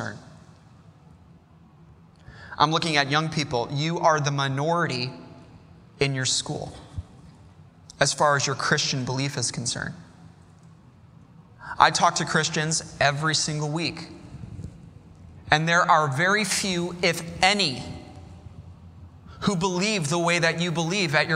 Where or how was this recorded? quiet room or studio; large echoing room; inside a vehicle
large echoing room